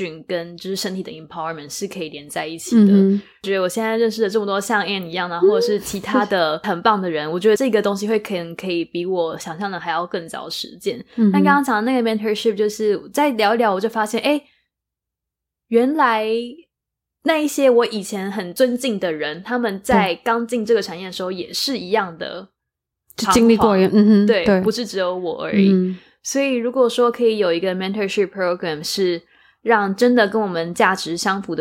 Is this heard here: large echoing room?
no